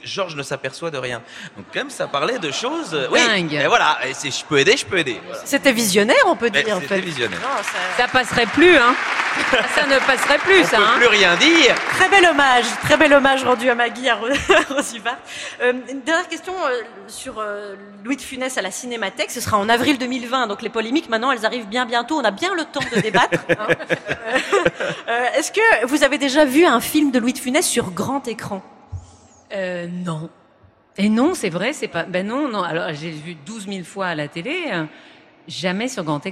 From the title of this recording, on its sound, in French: En direct du festival Séries Mania à Lille